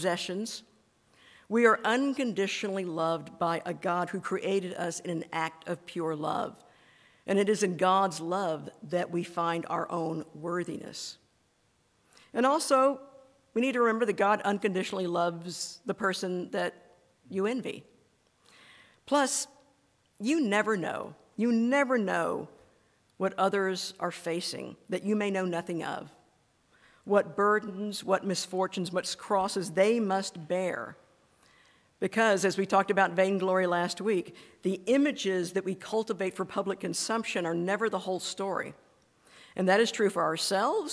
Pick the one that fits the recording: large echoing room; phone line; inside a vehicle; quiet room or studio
large echoing room